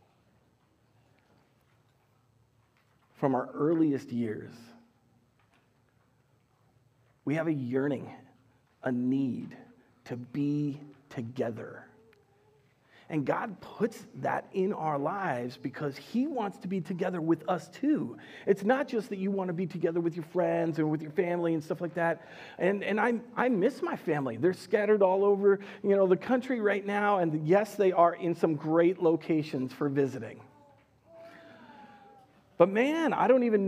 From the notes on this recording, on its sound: Recorded live at Word of Life Church in Le Sueur, Minnesota on September 12th, 2021